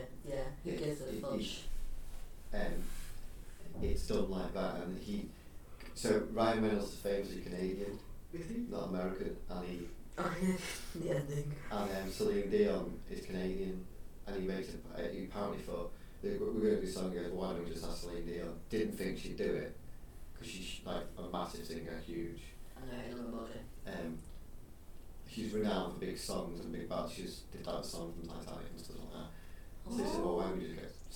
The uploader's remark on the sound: This has some poor sound quality and have done my best to clear it up. It was to much fun to scrap hopefully it is audible.